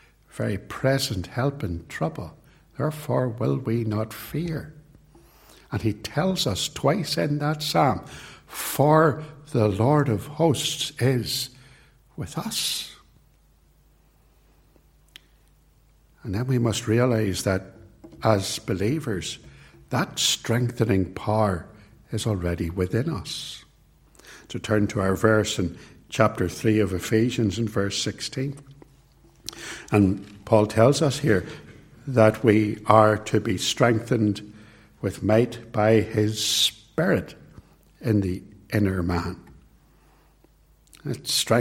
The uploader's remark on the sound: It was recorded at Templepatrick